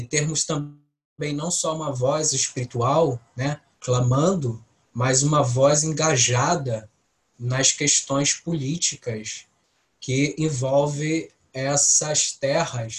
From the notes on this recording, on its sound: Online via Zoom